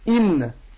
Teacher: بننطقها بنبين الكسر اللي فيها مع كون ان هي حرف مستفل مرقق · Term: الهمزة المكسورة